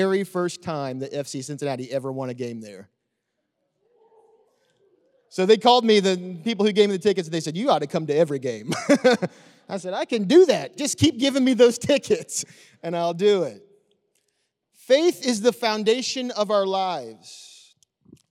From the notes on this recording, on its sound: Recorded live on 9/26/21. The Oasis Church, Middletown Ohio.